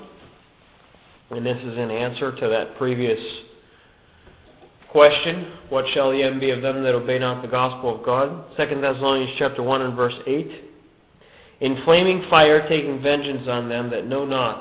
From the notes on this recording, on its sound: a good news message given at the Brookfield Gospel Hall in Brookfield, CT in 2003